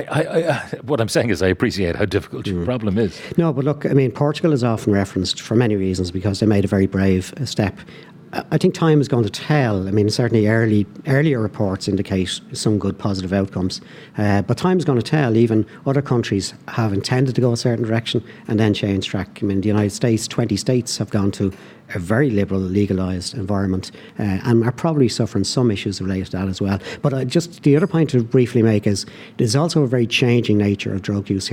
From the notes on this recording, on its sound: live from Aviva Stadium